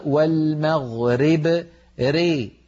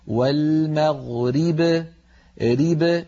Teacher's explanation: بكسر الراء كسرا كاملا · Shown in: second take